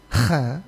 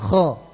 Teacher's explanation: Tapi kalau terbaca seperti begitu kha, itu berarti bacaan kita masih istifal ya, bukan isti'ala. Isti'ala itu berarti menaikkan pangkal lidahnya. Dengan dinaikkan pangkal lidah, huruf kha yang kita baca itu dia akan menjadi kho ya · Shown in: second take · kho. Dan tidak harus ada getaran gitu, tidak harus ya.